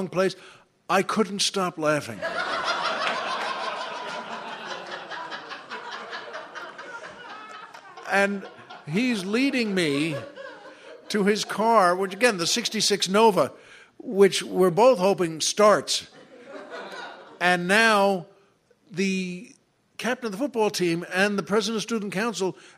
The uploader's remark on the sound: recorded at the third annual LA Podcast Festival